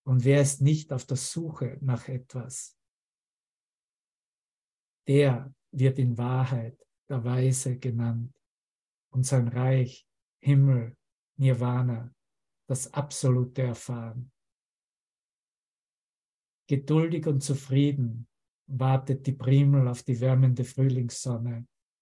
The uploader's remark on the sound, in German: Zoom-Session. Veranstaltet von der Aleph Akademie.